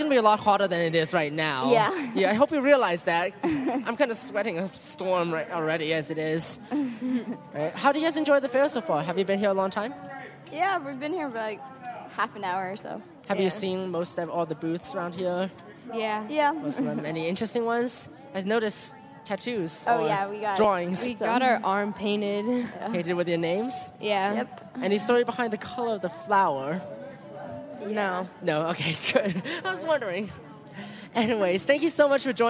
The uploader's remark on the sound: Live broadcast from the Moraga Faire. Our show features passerby's from the local Moraga Fair as they discuss their experiences at the fair, the various booths featured, and their opinions. At the same time, we take advantage of the portable sound studio set up at our booth to do professional-quality music and commercial recordings.